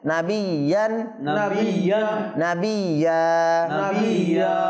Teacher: মাদানী চ্যানেলের দর্শক শ্রোতা আপনারাও লক্ষ্য করে আমরা যে ওয়াকফ অর্থাৎ থামার সবক পড়ার পূর্বে যে নিয়ম কানুন পড়েছি এই নিয়ম কানুন অনুযায়ী আমরা এখানে নাবিয়ানকেও আমরা দুই জবর যেহেতু হয়ে গিয়েছে এখানে থামার সময় এক আলিফ টেনে আমরা এখানে থামবো।